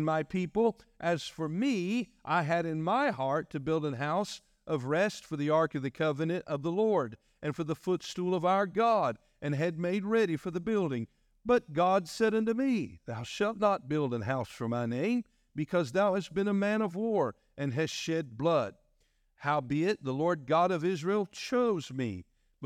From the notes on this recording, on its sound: was delivered on August 27, 2023 during our morning service.